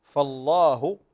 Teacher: فالله وليست فلله، فالله هنا اللام مغلظة لأنها مفتوحة